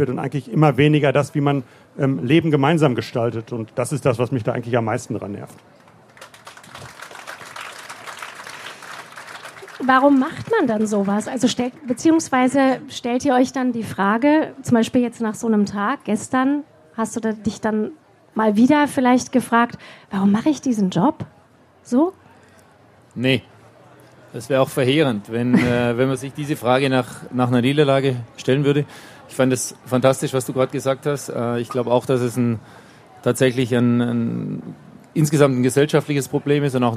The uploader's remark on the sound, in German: live vom ZFR